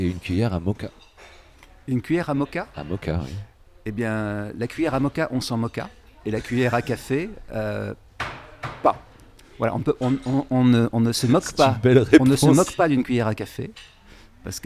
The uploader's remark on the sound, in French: Enregistré au bar Le Rouquet 188 Boulevard Saint Germain à Paris (7e).